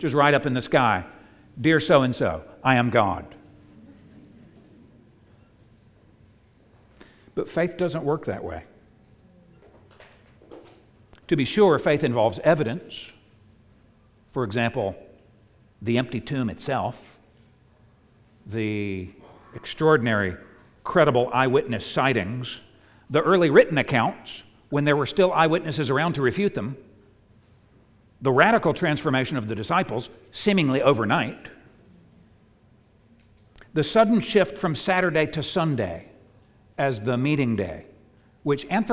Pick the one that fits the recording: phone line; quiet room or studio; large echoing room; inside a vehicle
large echoing room